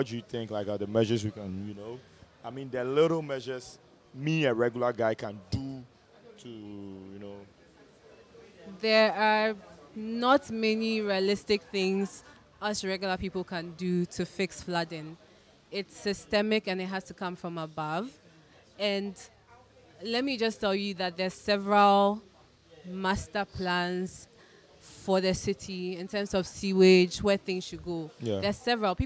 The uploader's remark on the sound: We went live at the MESH Confab and spoke to a number of people. MESH Creative Confab is a biannual event that brings together the very best of Ghanaian creativity under one roof.